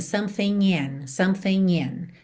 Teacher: Aqui é interessante reparar que ele juntou something in pelo N